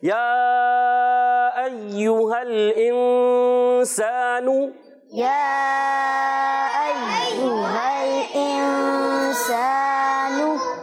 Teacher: سین کی ادائیگی سیٹی کے ساتھ اچھے انداز سے، سواد سے نہیں بدلنا چاہیے